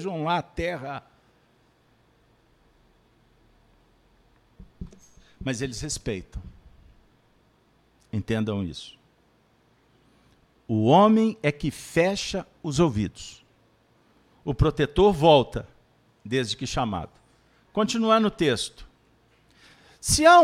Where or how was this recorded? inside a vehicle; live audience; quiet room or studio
live audience